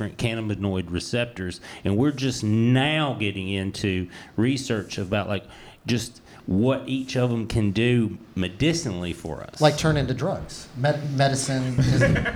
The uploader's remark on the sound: In front of a live audience at the Fallout Theater in Austin, Texas. As part of the Moontower Comedy festival.